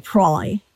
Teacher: it has a glottal L. So words like probably would be prolly.